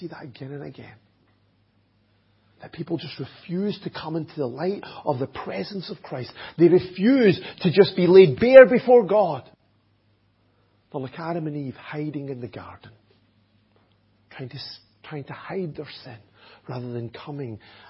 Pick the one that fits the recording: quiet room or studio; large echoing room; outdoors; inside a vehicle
large echoing room